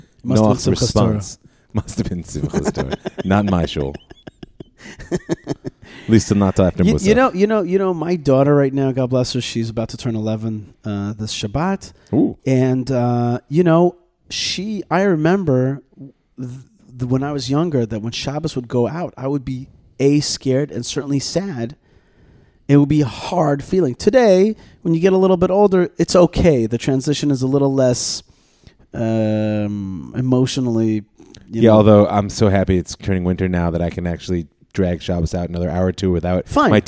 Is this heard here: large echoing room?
no